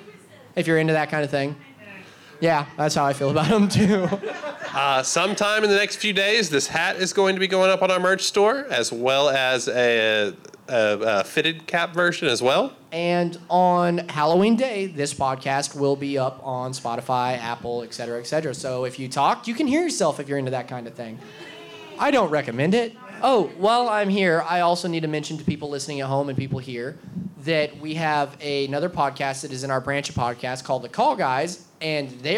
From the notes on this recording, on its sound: Halloween Live from Pour Brothers Brewery. Pour Brothers Brewery live show.